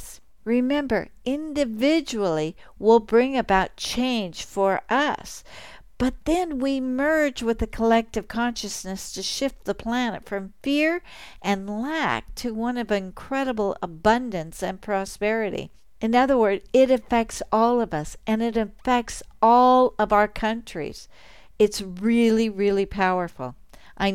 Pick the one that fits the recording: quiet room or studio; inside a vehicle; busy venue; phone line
quiet room or studio